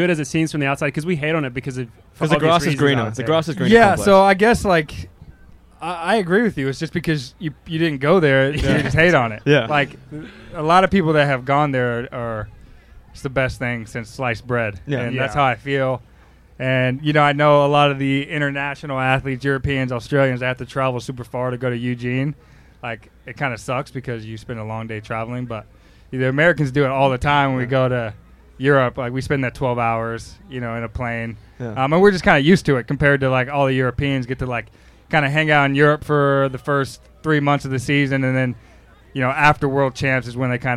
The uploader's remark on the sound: We are in Philly for the Penn Relays. In front of a live audience.